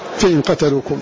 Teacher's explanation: فإن قتلوكم بحذف ألف منها فتح القاف وحذف ألف · Term: بلا مد